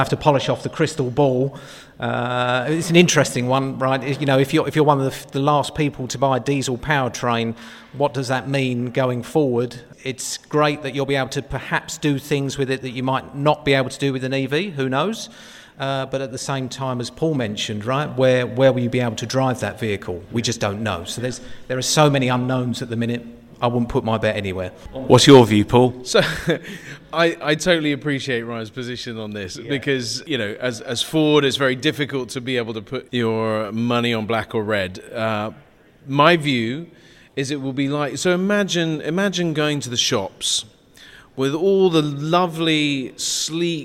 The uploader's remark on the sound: Live from Campervan Campout. In this special episode recorded LIVE on stage at Campervan Campout 2023.